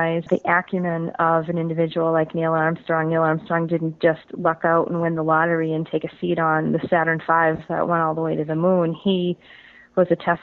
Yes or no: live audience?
no